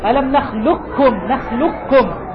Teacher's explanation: إدغام تام، إدغام تام، يعني لا يبقى أثر للقاف. ستقرأ بكاف مشددة: ألم نخلقكم، نخلقكم، لام بعدها كاف مباشرة